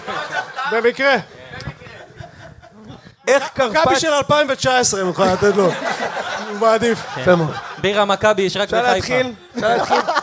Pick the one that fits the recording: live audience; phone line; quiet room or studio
live audience